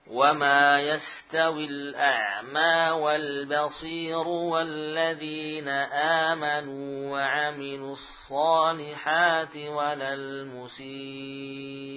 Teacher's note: Ada hentakan suara saat kita mengakhiri bacaan pada hamzah sukun setelah mad.